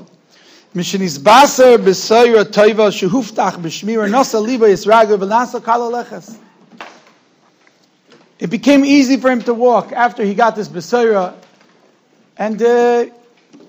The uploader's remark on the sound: Shiur recorded in Yeshivas Ohr Reuven, Monsey, NY.